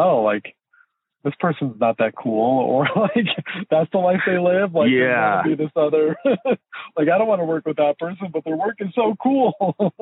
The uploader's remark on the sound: link up via phone